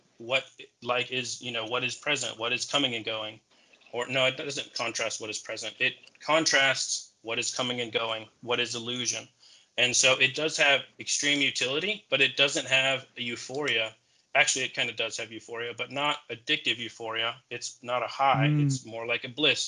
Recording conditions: video call